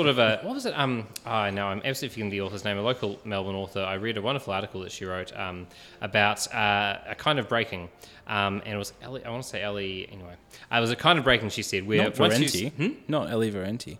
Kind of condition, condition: setting, busy venue